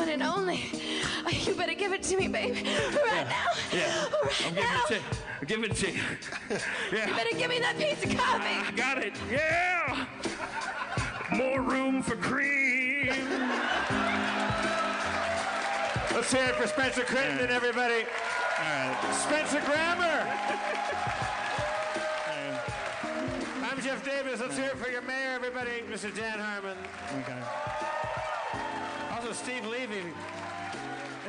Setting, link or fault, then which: setting, live audience